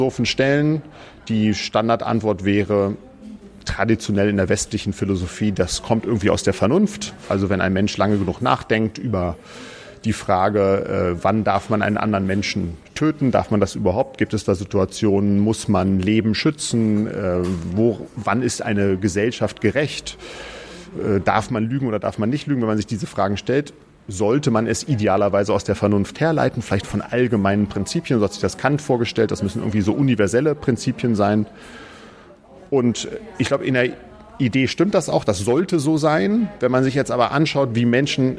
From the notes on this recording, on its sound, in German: in der Ocelot-Buchhandlung (Berlin, Brunnenstraße) aufgezeichnet.